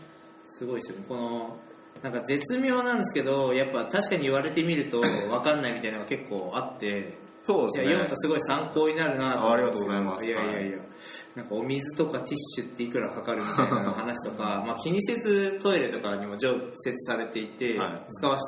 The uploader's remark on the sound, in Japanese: 今回は初のランチ収録